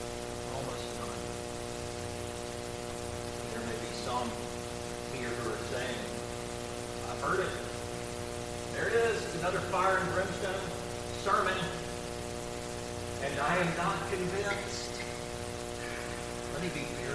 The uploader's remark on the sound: Apologies for audio quality after 21 minute mark.